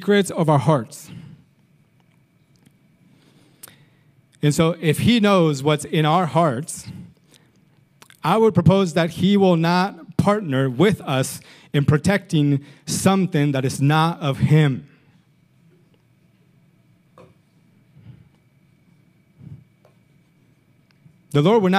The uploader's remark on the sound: Recorded sunday evening service at Reunion Hawaii